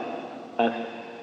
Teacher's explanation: فالفاء من باطن الشفة السفلى وأطراف الثنايا العليا